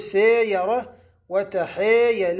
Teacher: تمال الألف نحو الياء لوقوع ياء بعدها مباشرة، فنقول سيرة وتحيل، هيك نميلها. وخمسة، أن تقع الألف بعد